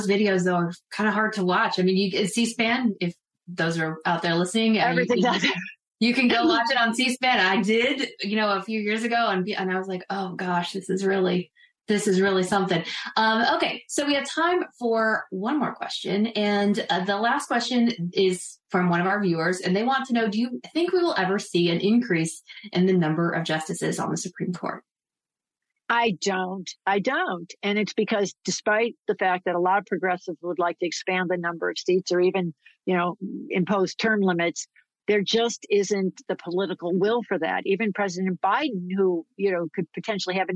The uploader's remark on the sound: This program was recorded via video conference on April 10th, 2023 by the Commonwealth Club of California.